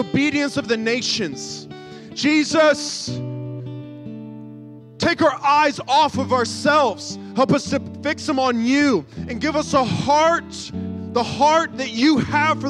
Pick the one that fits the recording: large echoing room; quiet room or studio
large echoing room